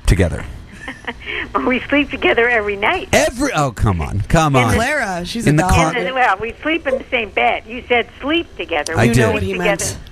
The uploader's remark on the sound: He's heading off to the Burning Man event soon, here are a couple of phone calls he made to his mother at the event.